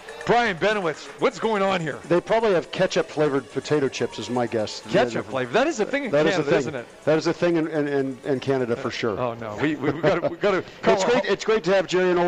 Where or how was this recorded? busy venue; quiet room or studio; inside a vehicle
busy venue